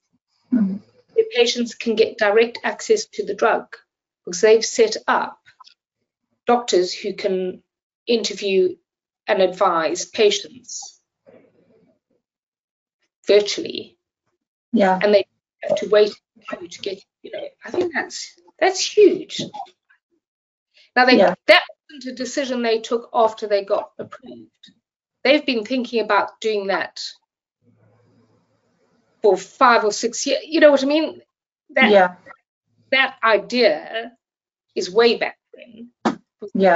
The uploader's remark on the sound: This episode was first broadcast as a live webinar in January 2024.